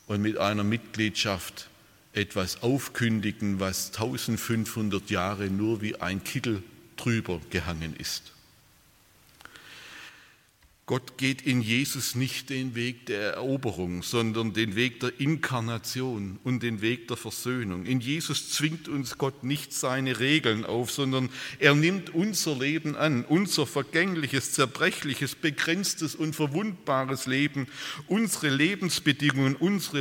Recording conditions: large echoing room